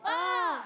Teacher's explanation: فا کا مخرج ہے اوپر والے دانتوں کے کنارے جب نیچے والے ہونٹ کے تر حصے سے لگتے ہیں تو ادا ہوتا ہے